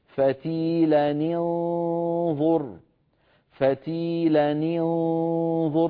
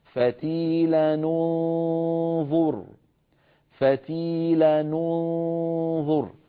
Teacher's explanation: وصلناها بأول الآية 50 وأولها النون من كلمة انظر، النون الساكنة المخفاة من كلمة انظر، فيلتقي في النطق ساكنان نون التنوين من فتيلا والنون المخفاة من كلمة انظر، فلا بد من كسر التنوين على قراءة حفص بن عاصم · Shown in: first take · وأما على قراءة نافع بروايتيه فيضمون هذا التنوين، يعني يتخلصون من اجتماع الساكنين بضم التنوين.